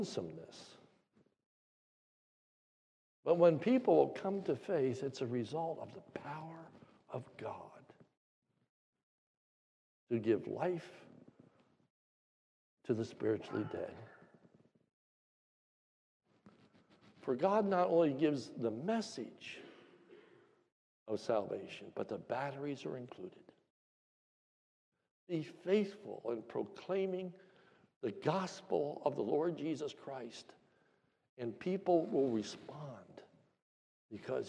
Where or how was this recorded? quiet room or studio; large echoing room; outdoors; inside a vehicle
large echoing room